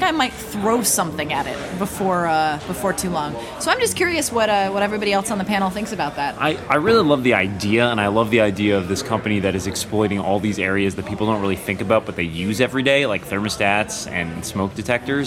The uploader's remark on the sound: This week we're live in Montreal, Canada for the Cingleton conference!